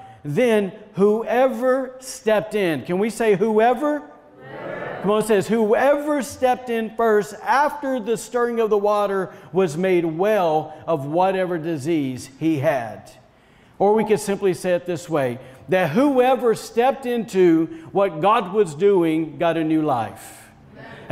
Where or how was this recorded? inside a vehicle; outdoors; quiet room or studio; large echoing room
large echoing room